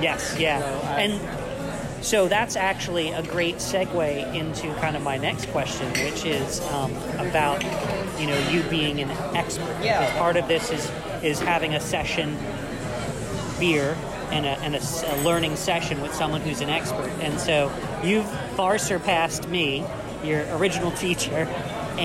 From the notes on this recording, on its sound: We recorded this session at Crabtree Ale House, so forgive the noise.